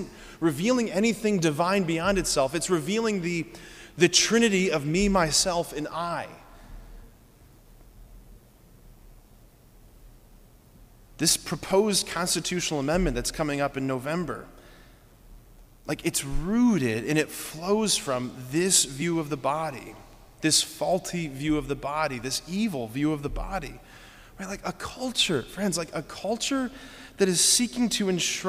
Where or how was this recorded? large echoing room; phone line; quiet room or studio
large echoing room